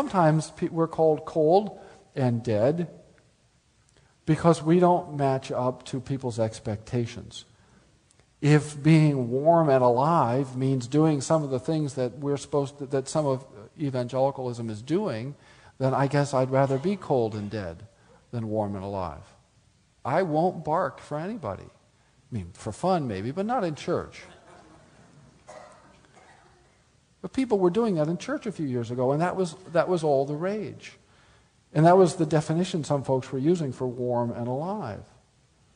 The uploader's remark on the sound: speaks at the Spring Theology Conference of the Reformation Society of Oregon (May 2009)